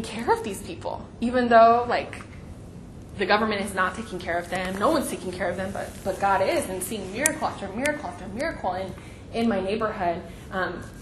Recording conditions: busy venue